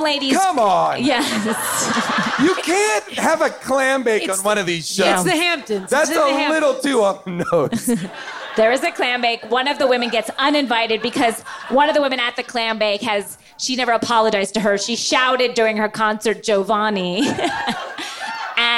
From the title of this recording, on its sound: Live from Largo